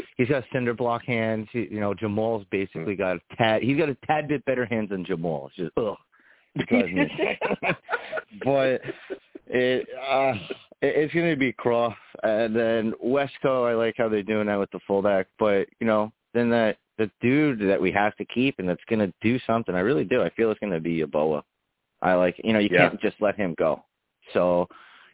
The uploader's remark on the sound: I take live callers!